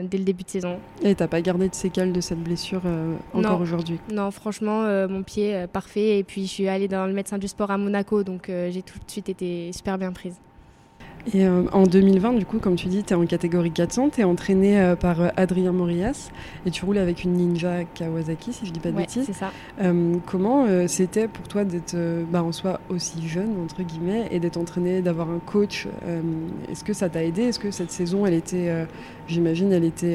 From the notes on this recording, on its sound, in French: enregistré au circuit de Magny-cours lors de la manche du WSBK